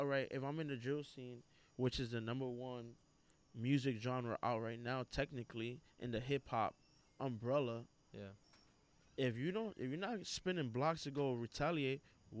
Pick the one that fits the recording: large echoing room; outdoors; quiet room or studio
outdoors